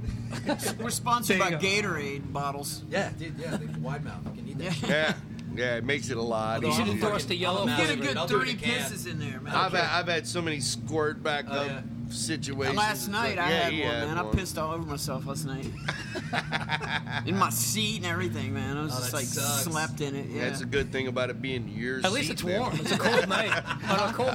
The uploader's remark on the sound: amongst the wonderful noises of the Saint Vitus Bar basement.